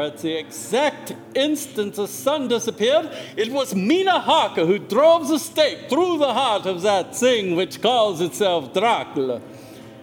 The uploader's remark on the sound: Performed live at the Camelot Theatre in Talent Oregon on October 25 and 26.